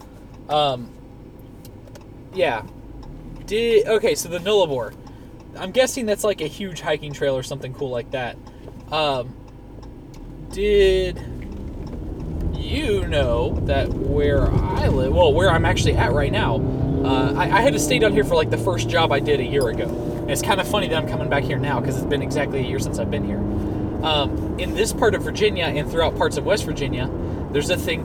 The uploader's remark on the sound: Thoughts From The Car